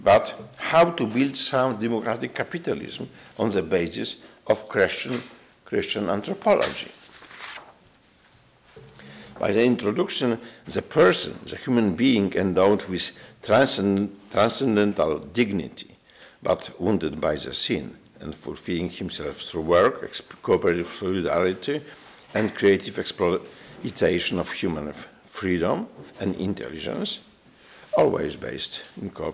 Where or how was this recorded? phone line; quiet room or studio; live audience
live audience